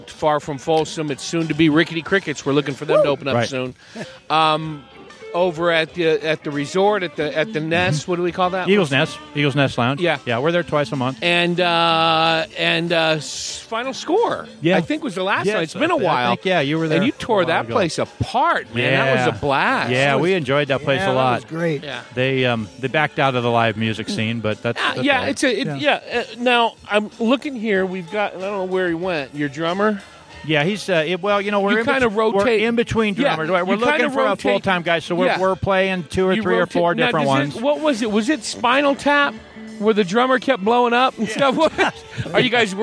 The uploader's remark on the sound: Recorded on the patio at Marks Beer Garden in Prescott.